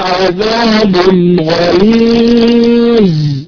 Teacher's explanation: الظاء في كلمة غليظ لا نقلقل الظاء، فالظاء ليست من حروف القلقلة، تمام؟ لكن فيها صفة الرخاوة وهي جريان الصوت.